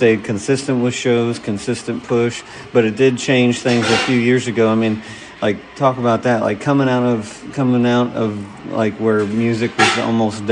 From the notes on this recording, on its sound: Live from down home pub!